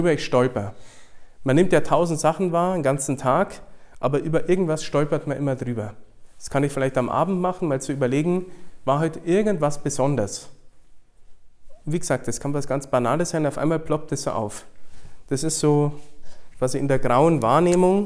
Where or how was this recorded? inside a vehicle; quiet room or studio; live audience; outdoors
live audience